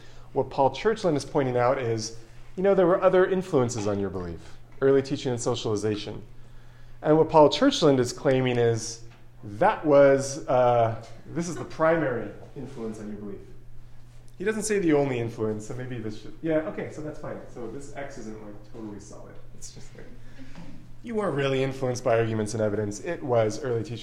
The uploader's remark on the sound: This lecture was given on November 16th, 2023, at The Catholic University of America.